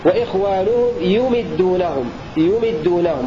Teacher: بضم الياء وكسر الميم بدلا من ضمها